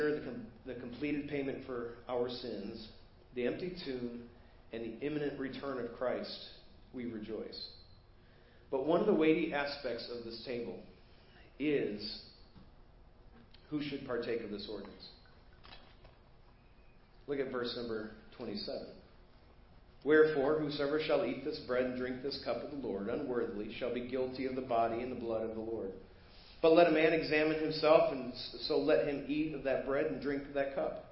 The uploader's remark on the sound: Preached at First Baptist Church of Hazel Park.